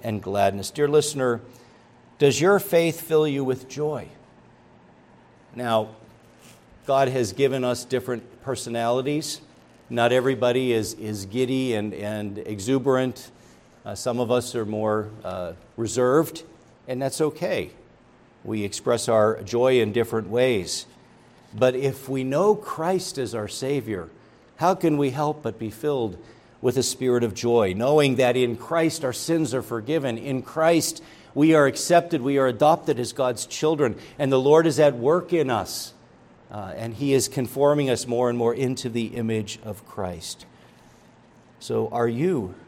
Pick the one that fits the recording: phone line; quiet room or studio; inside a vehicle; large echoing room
large echoing room